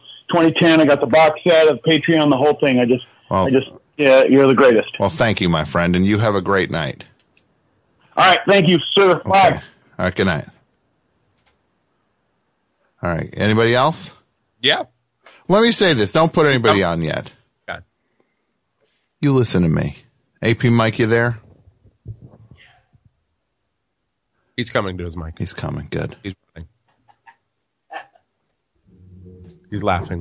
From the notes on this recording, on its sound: Phones ring. Callers who have NEVER called The Best Show!